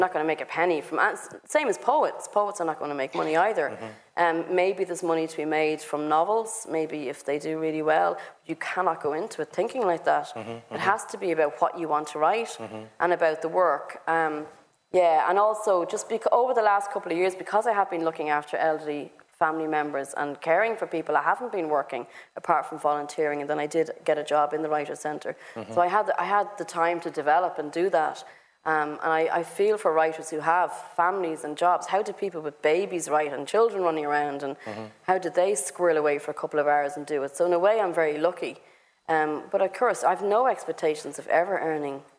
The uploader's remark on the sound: At the Mountains to Sea festival in Dun Laoghaire. Thanks to Mountains to Sea for facilitating the event at short notice.